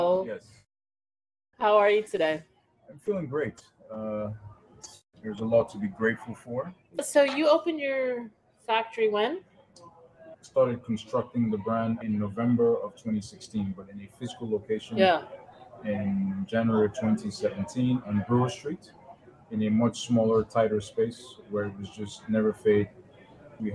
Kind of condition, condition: setting, busy venue